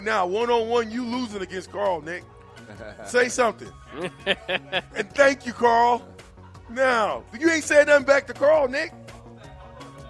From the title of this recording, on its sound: LIVE at Wingstop